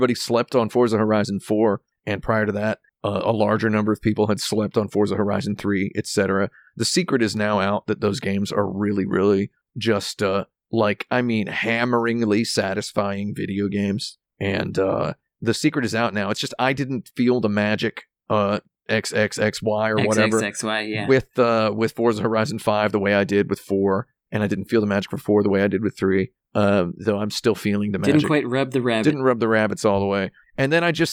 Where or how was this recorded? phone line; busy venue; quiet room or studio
quiet room or studio